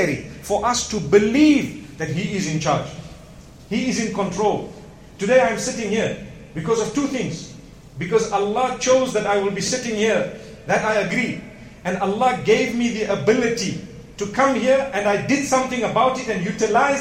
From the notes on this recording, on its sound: Todays Jumu&#8217;ah Lecture from Masjid Al Falaah in Harare, Zimbabwe